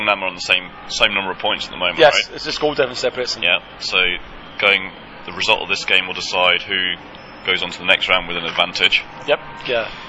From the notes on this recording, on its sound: The boys obtain free tickets for the Korea v D'ja make 'er and record live from Sangam of their own accord.